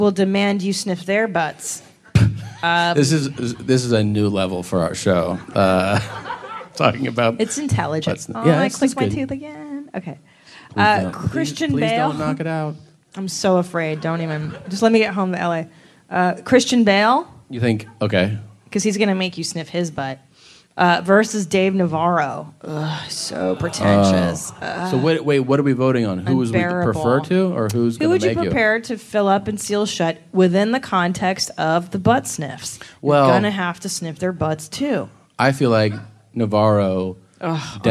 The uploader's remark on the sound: It's LIVE from San Francisco (Man Frandisco).